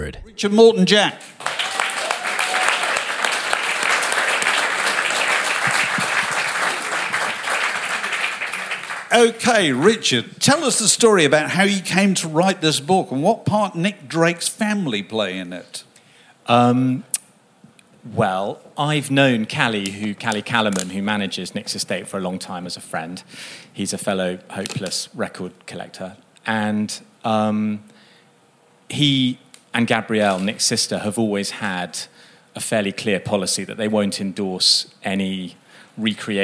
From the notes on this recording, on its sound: at a live podcast recording at 21Soho on September 25